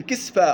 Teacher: وقرأ الباقون بإسكان السين كسفا